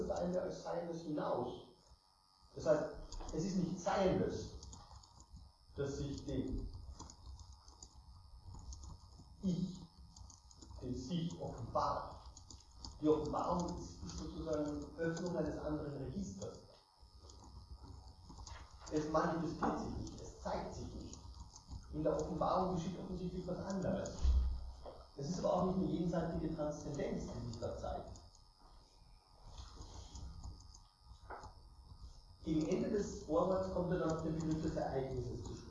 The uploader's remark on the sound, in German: Es gab bei dieser Aufnahme leider Tonprobleme, die ich nur seh mühsam beheben konnte.